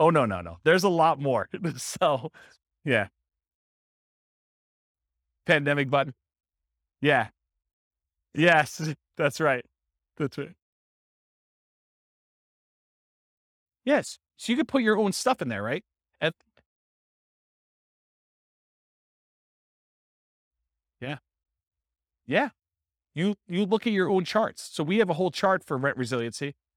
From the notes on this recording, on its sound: This was a live class recorded